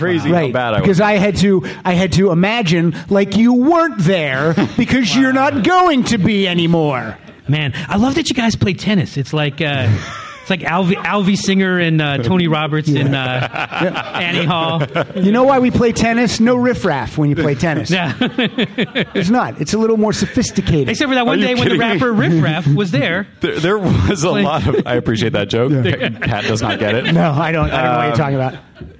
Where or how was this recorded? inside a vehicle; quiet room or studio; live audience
live audience